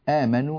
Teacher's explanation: آمنوا إذن نحن نقرأها بتوسط البدل